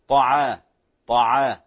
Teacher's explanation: الطاء مفخمة مفخمة عفوا، والعين والألف مرققة